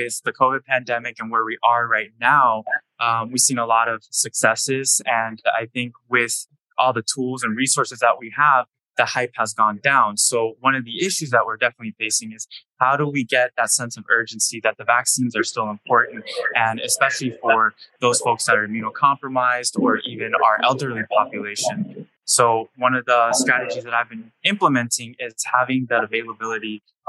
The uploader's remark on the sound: Live from the 2023 BAPIC tradeshow in Tampa, Florida